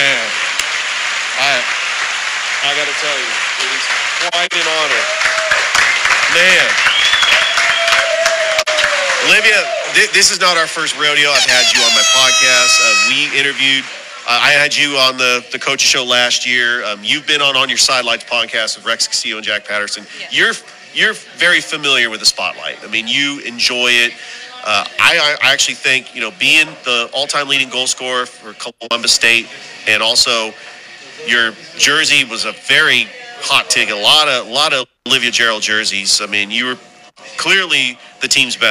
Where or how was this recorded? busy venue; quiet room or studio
busy venue